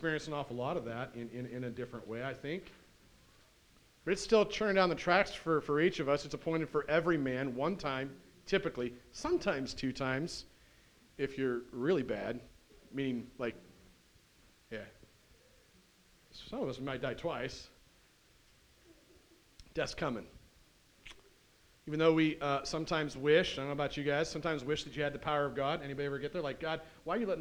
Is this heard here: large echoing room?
yes